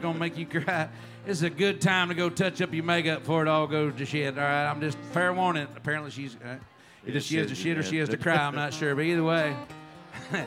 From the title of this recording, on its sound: Rounds At Live Oak In Nashville (Round 5)